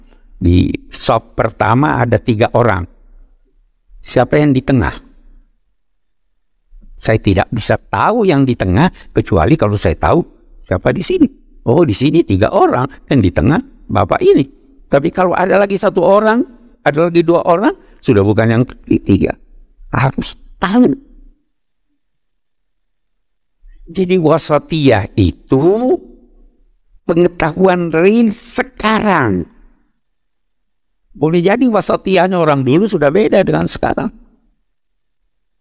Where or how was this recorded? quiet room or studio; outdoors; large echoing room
large echoing room